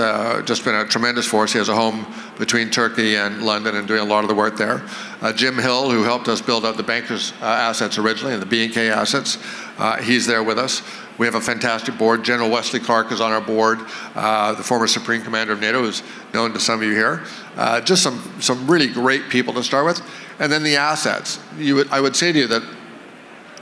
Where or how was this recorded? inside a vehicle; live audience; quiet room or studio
live audience